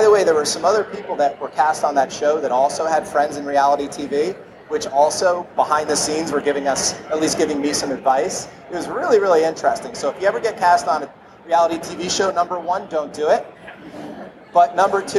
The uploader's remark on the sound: at Collision conference